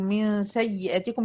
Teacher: الياء المشددة دي الياء والساكنة بتاعتها الأولى فيها رخاوة، وفي الياء أصلا على بعضها مجملة المشددة فيها نبر.